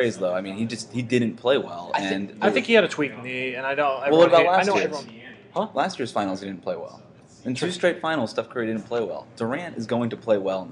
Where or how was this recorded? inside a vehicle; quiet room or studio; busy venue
busy venue